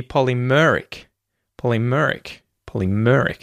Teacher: So the emphasis is actually on mer. So it should be polymeric.